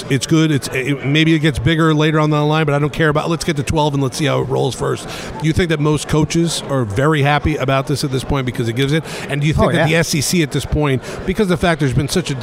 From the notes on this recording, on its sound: The Capital One Orange Bowl Media Tour presented by Duffy’s Sports Grill heads to SEC Media Days in Nashville. Live from SEC Media Days in Nashville.